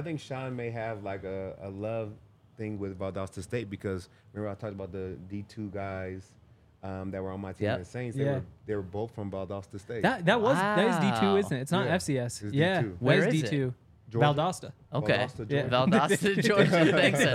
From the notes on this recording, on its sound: Coming to you LIVE from the DNVR Bar.